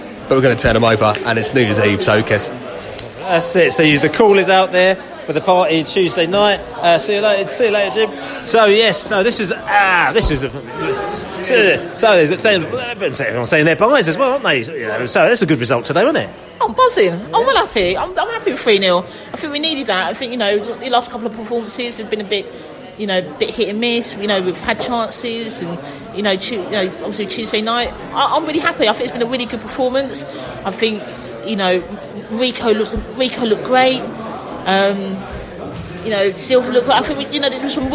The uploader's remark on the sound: post-match podcast from the pub